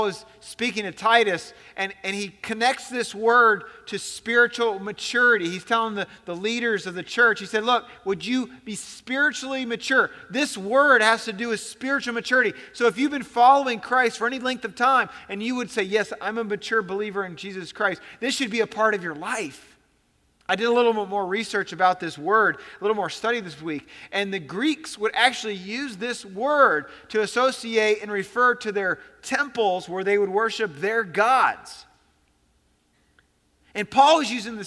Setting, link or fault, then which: setting, large echoing room